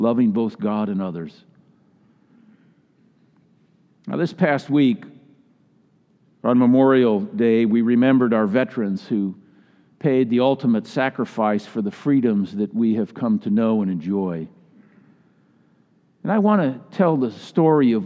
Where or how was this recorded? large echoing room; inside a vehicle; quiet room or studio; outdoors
large echoing room